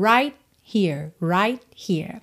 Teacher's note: o T de right, a gente não escuta nada.